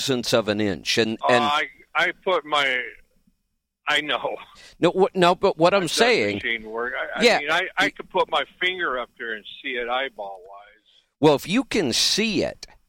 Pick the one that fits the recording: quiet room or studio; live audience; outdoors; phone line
phone line